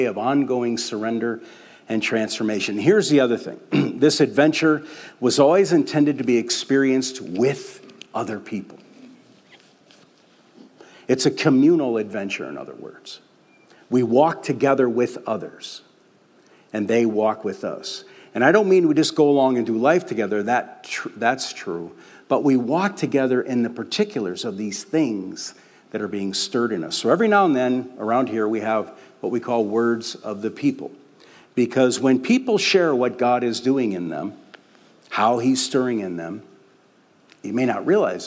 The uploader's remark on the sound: We invited the Oak Hills Community to share — open mic style. This podcast only includes the opening remarks.